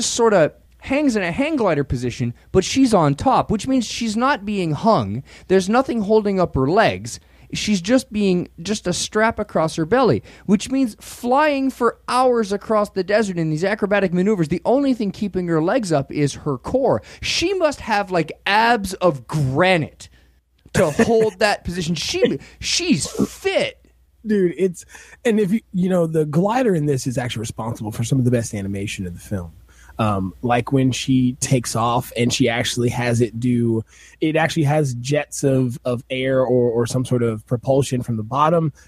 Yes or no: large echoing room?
no